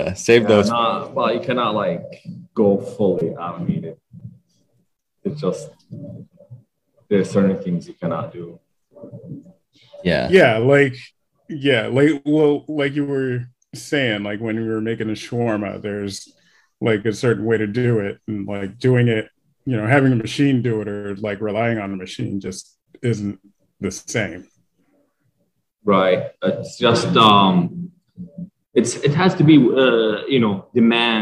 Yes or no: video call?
yes